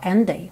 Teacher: and day junta num D só